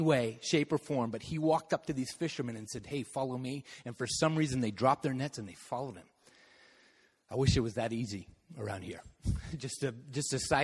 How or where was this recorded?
large echoing room